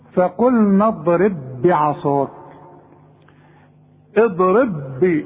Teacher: البه الثانيه اي مكسوره وعليها الشده تبقى متحركه. ادغم البه دي في البه دي، خليها به واحده، اوعى تقلقلها